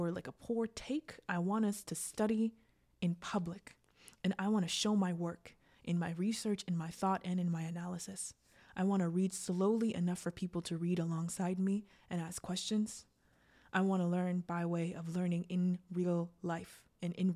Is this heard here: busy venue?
no